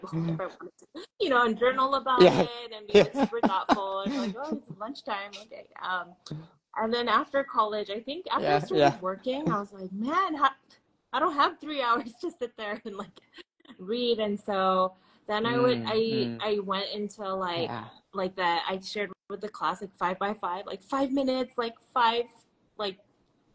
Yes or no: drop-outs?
yes